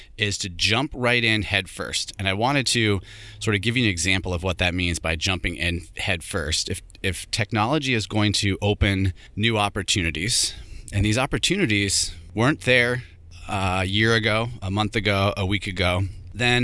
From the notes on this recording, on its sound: Here I am in the truck driving to work. There had a little trouble getting this mic connected up this morning.